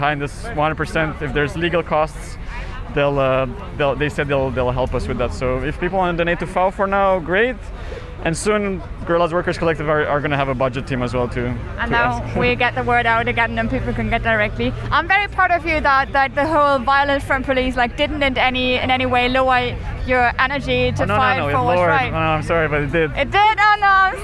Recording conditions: outdoors